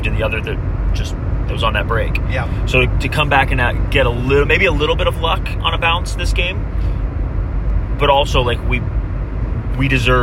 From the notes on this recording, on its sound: Hello from the car! Check in from I-24. The audio quality is a bit rough, so we apologize.